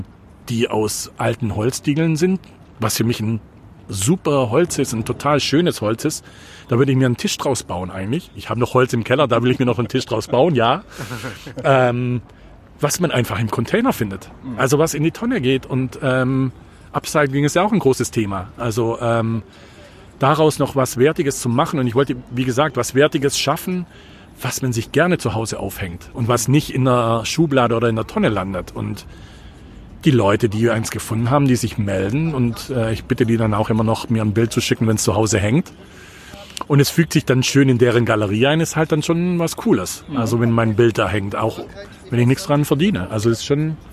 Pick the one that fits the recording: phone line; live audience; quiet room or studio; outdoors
outdoors